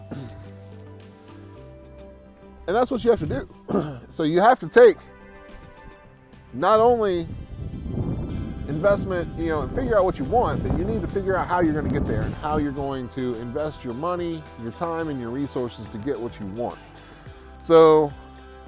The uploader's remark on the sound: Today I am sitting by the river